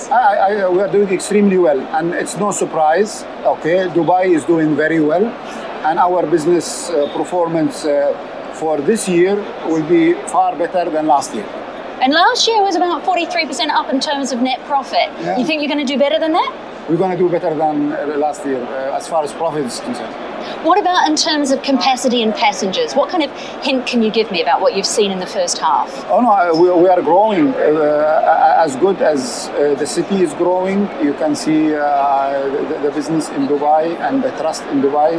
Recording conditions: busy venue